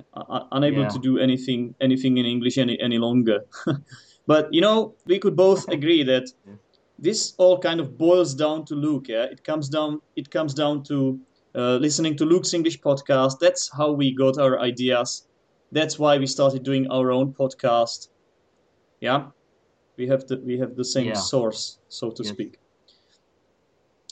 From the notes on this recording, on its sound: For this episode I decided to skypecall my colleague. From Chile.